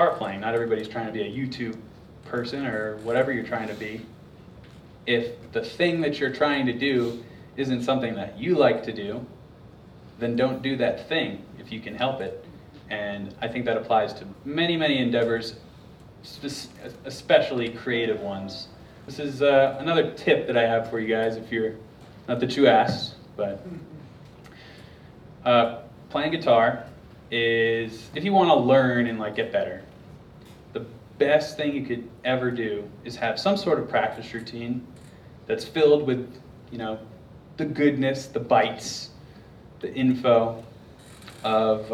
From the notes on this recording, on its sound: Highlights from the Q&amp;A segments of a recent guitar clinic I did at Musician's Workshop in Asheville, NC. Live Guitar Clinic Q&A.